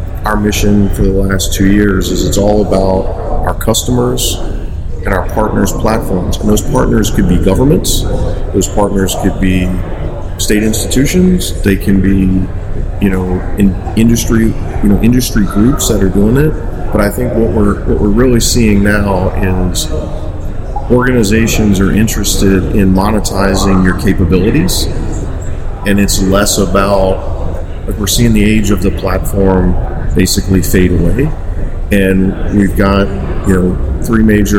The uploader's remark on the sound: Today we're broadcasting live from the ARC forum here in orange in sunny Orlando, Florida.